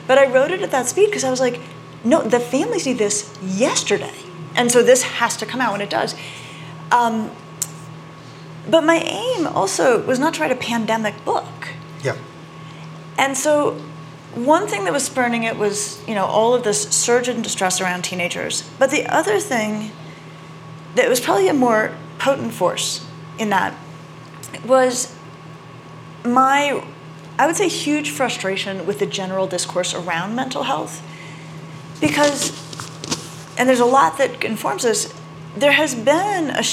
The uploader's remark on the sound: Interview each other about their books at the 2023 Aspen Ideas Festival and take questions from the audience.